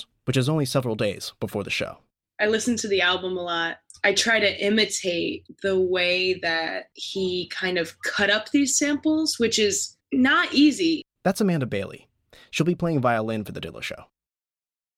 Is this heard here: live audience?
no